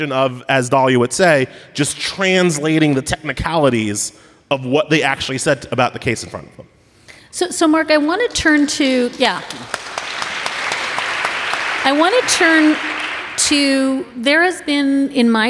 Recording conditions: live audience